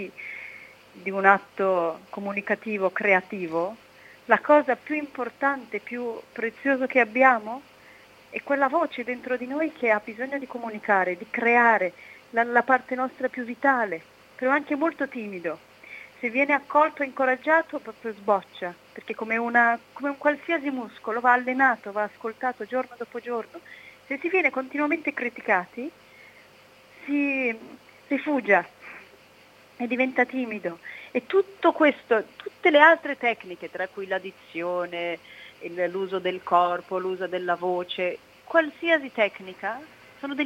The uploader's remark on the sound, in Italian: Abbiamo ascoltato in diretta telefonica. Siamo tornati poi ad Antiche Mura Teatro Festival.